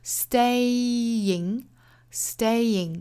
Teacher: 后面的 ing 是松元音 e,不要读得过紧